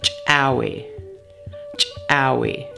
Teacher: This word is used to practice the letter called ejective C with a wedge in the Tsklallam alphabet. The ejective C with a wedge sound in Tsklallam is pronounced like the CH sound in English, but with a strong pop.